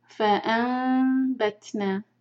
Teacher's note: دیکھیں نون ہے نون کے اوپر چھوٹی سی میم بنی ہے جب نون میم میں چینج ہوتا ہے تو یہ ہوتا ہے اقلاب اس کے بعد میم کے بعد فوراً با ہے تو یہ